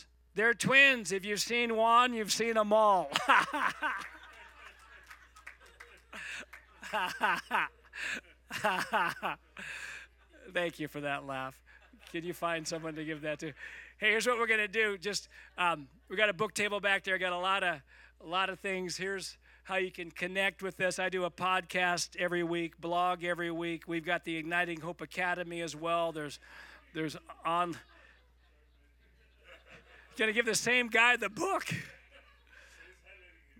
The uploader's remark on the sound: Igniting Hope Conference Session 1